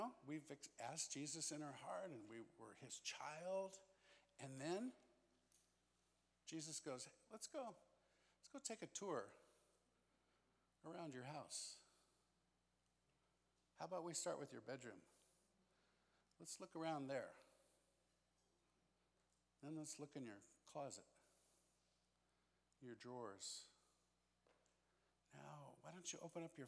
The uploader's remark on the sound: This special episode is a recording of our First Night Session at Immerse Weekend 2022.